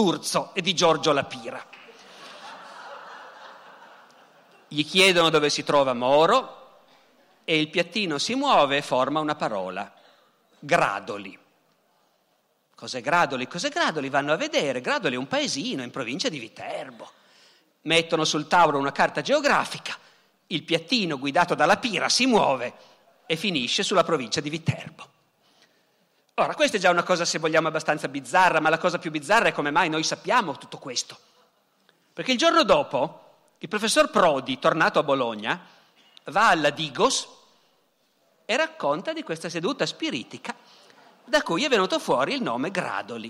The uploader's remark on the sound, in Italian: Dal Festival della Mente 2017.